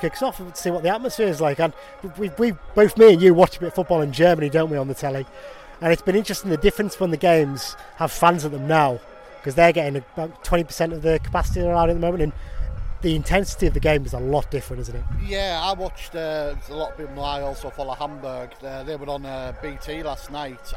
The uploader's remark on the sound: This episode also contains recordings of the crowd noise and incidents during the game.